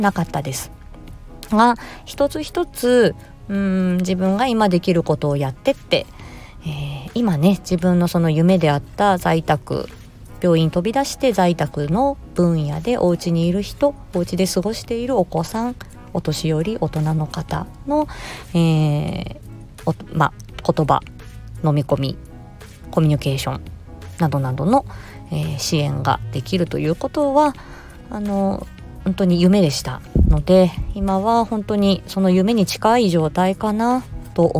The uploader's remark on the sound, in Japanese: 木曜日の仕事終わりに車内で、ひっそり録音しました。